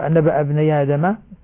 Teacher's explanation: نبأ ابني آدم، هنا أيضا نقل حركة الهمزة إلى الياء، نبأ ابني آدم مع التوسط البدل طبعا لأنه يبقى البدل موجودا، نبأ ابني آدم بالحق.